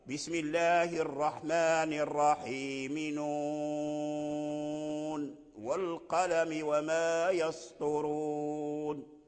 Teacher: لكن قالون أظهر النون الساكن عند واو والقلم، فلما قرأ بالإظهار إذن كيف يظهر النون عند الواو؟ فلا بد من سكتة لطيفة، سكتة خفيفة، فيكون هكذا بسم الله الرحمن الرحيم نون والقلم وما يسطرون، سكتة خفيفة.